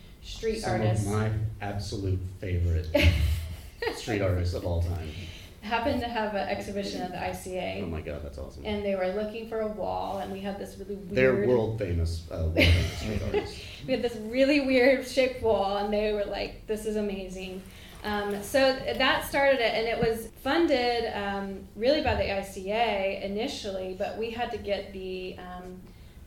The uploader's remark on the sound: We broadcast an edited version of the second of the three of the recent Public Art Lecture Series. The roundtable took place on November 14th, 2019 at the Savannah Cultural Arts Center.